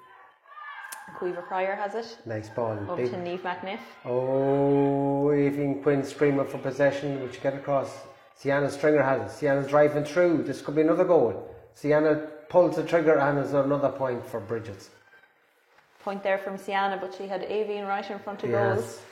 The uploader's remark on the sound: Live Audio Commentary from Aughawillan.